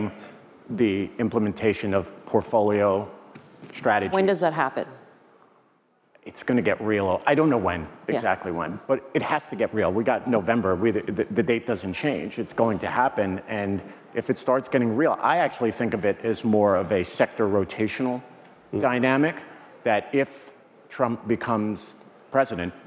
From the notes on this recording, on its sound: Panel from iConnections Global Alts Conference. The Global Alts Conference in Miami.